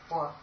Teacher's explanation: correctly, it's a dental labial, wa. So you bring the lip back to the teeth